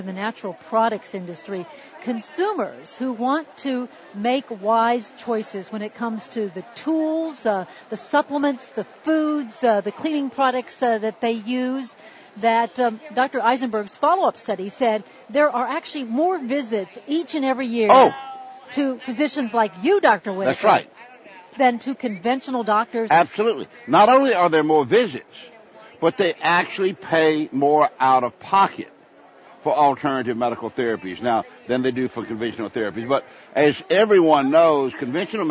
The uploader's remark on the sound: Live from Expo East in Baltimore, MD